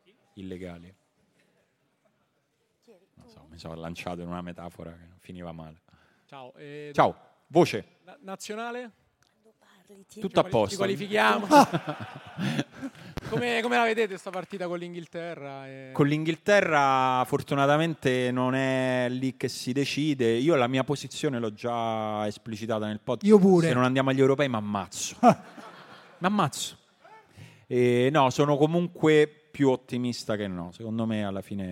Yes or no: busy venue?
yes